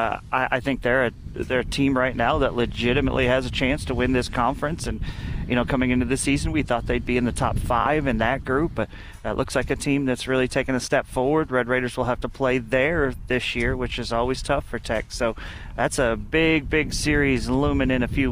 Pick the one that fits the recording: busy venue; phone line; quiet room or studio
busy venue